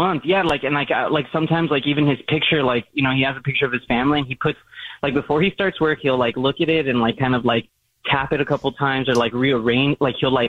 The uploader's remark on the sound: We have a listener on the phone.